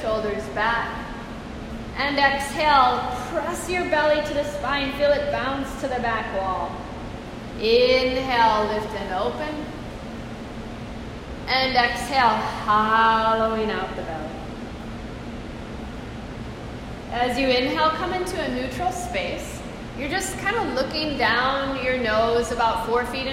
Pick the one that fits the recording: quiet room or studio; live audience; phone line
live audience